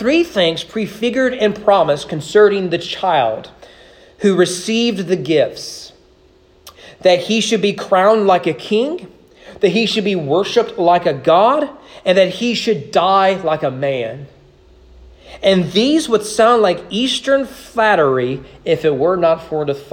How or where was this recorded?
large echoing room